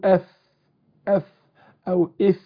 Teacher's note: المخرج الثاني للشفتين بطن الشفة السفلى مع أطراف الثنايا العليا · Term: الفاء